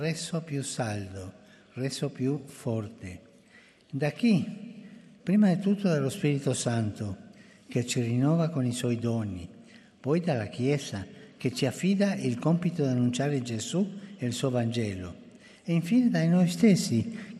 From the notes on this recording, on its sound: FROM TH PAUL VI HALL